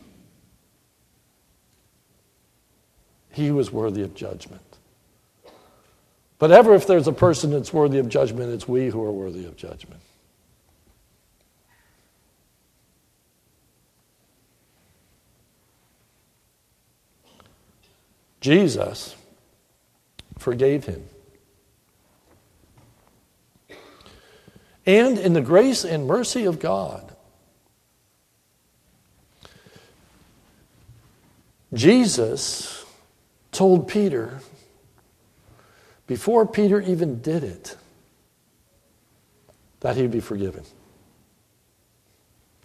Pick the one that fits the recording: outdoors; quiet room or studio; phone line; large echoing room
large echoing room